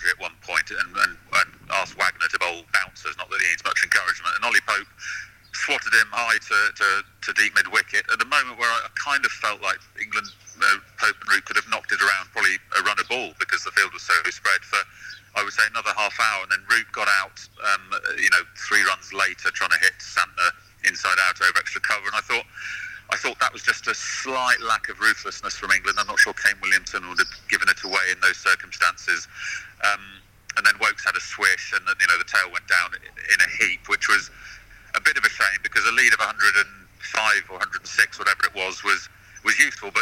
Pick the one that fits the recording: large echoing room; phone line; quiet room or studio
phone line